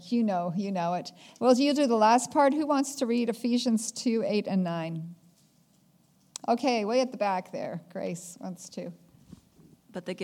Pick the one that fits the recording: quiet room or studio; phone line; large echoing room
large echoing room